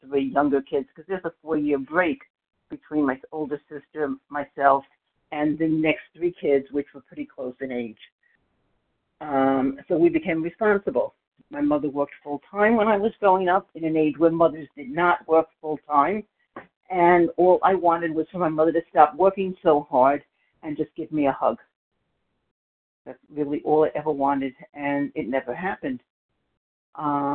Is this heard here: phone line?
yes